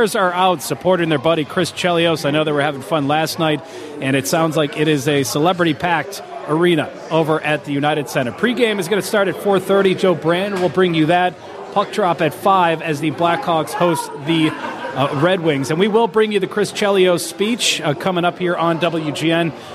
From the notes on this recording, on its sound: Live from The Barn Hockey Bar. Live from The Barn Hockey Bar.